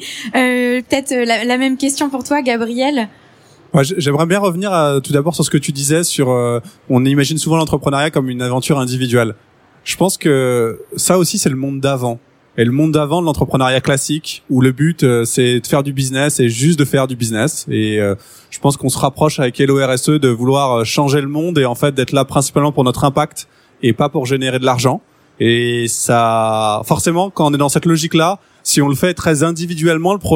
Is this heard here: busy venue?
yes